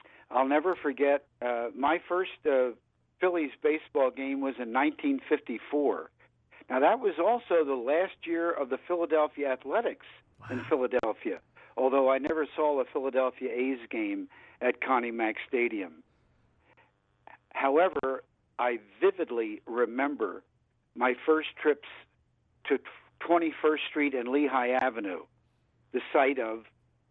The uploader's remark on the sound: called